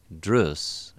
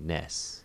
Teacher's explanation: that frequently Africans will pronounce nurse as ness, so that the vowel moves totally forward. And there are some African versions of English where nurse and dress trade places. So for dress, they say drus, and for nurse, they say ness.